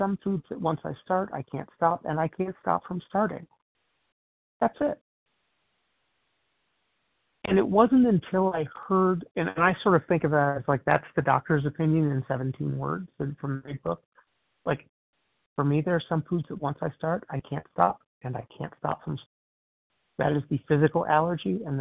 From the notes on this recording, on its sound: 100 Pounders Phone Meeting